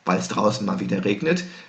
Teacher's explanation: Und diese Art von Klammer, die ich eben gerade mit, weil es draußen mal wieder regnet, gesetzt habe, weil ich es tieftoniger, ein bisschen schneller, ein bisschen behauchter, ein bisschen leiser gesprochen habe